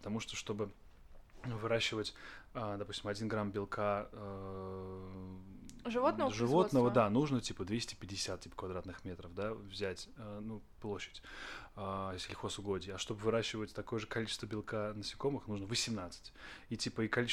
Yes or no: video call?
no